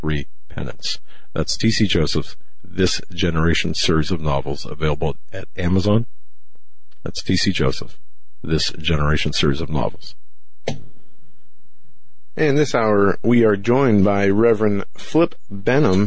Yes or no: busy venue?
no